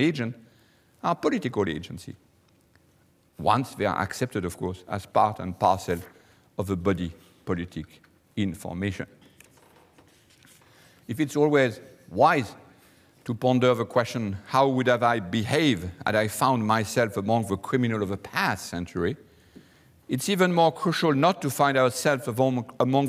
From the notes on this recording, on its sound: Delivers the Gifford Lecture series. Recorded on Thursday 28 February 2013 at St Cecilia's Hall, the University of Edinburgh.